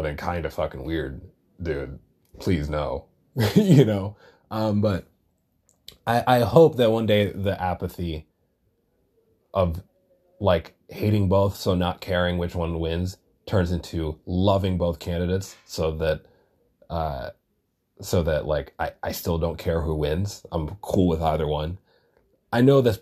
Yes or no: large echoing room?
no